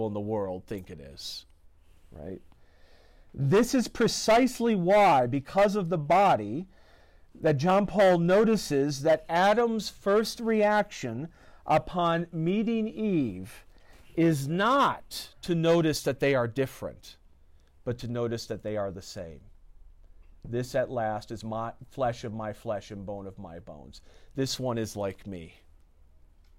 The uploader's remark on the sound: This lecture was given on November 21st, 2023, at Universidad Panamericana Campus Mixcoac.